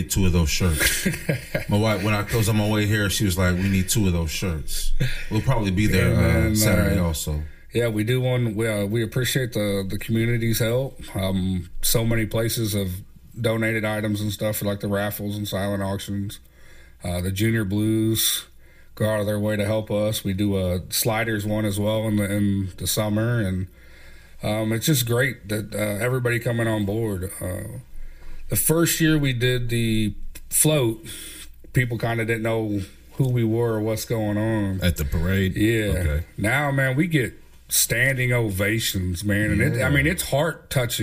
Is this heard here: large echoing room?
no